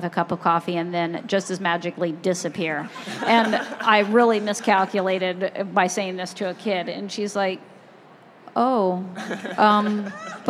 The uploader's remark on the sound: live in front of a group of librarians at the American Library Association's Annual Conference